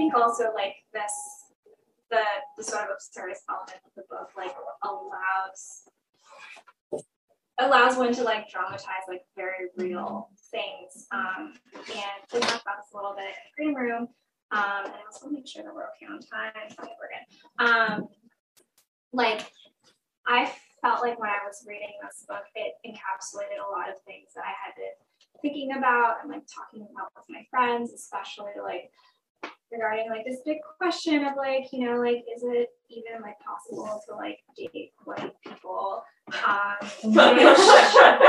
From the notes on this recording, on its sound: Despite some technical difficulties, this golden conversation was a triumphant return to our beloved and well-missed in-store events programming.